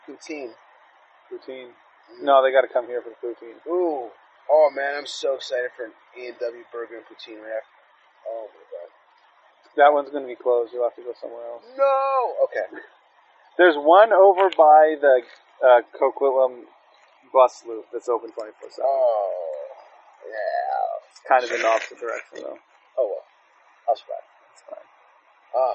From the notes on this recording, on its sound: This episode was also filmed outdoors so the audio quality isn't great after I did some cleaning up.